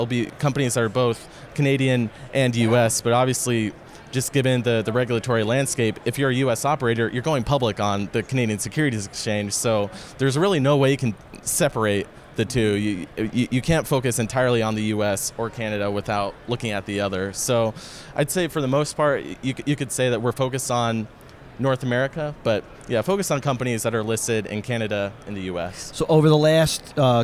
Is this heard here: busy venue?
yes